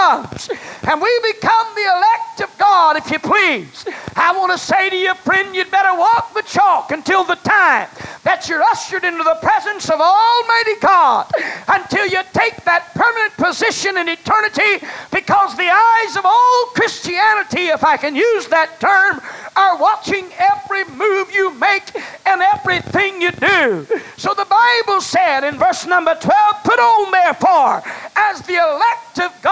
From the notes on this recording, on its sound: was preached in North Vernon, Indiana at First Apostolic Church, October 18, 1989.